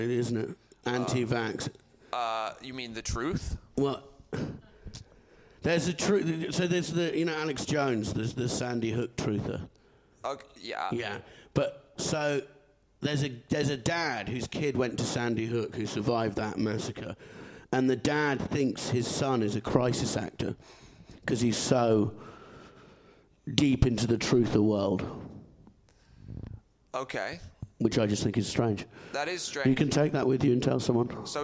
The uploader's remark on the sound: Live In Edinburgh Fringe 2022. We have dug into the vault to find another live show from Edinburgh for you to enjoy.